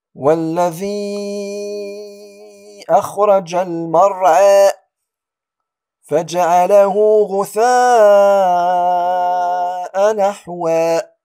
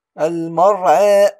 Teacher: الإمالة لغة هي العدول إلى الشيء والإقبال عليه، واصطلاحا هي أن تنحو بالفتح نحو الكسرة وبالألف الذي بعدها نحو الياء. والإمالة الصغرى تكون بين الألف والياء، وهي إلى الألف أقرب، ويقال لها التقليل أو إمالة بين.